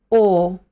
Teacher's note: 我们先把嘴凹成一个圆形，然后把嘴巴往前伸。从正面看呢，嘴唇的形状是一个圆圈，舌头呢往后收。 · IPA: /ɔ:/